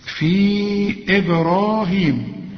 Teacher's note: في مدها أربع حركات إذا وصلت